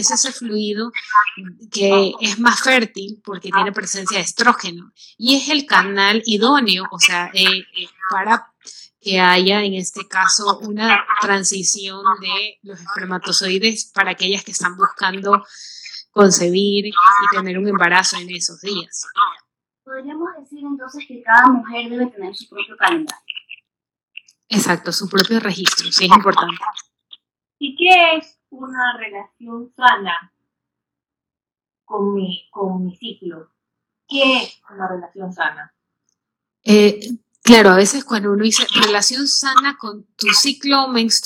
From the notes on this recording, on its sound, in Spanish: En vivo. Disculpen la calidad del audio.